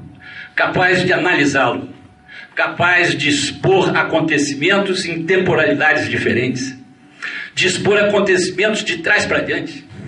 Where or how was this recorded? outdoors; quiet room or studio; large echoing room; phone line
large echoing room